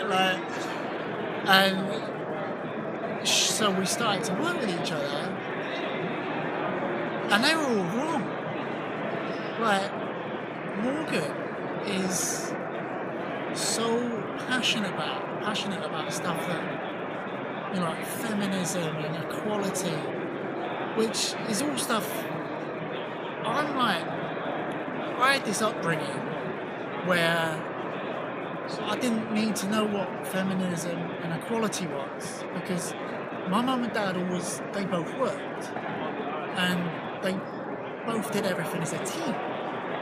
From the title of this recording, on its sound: Live from the 2019 USC Convention